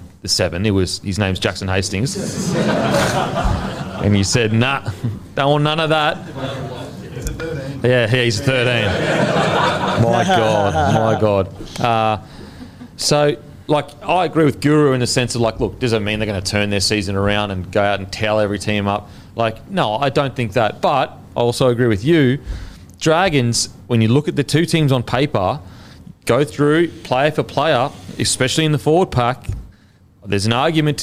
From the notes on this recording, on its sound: In front of our live crowd.